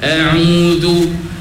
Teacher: Dia begini, dia kata, oleh kerana dua-dua tu makhraj halqi, hamzah pun halqi, ain pun halqi, jangan bertangga, jangan dia beza sangat antara sebutan ain dengan hamzah tu, maka dia sebut secara lembut saja, secara licin saja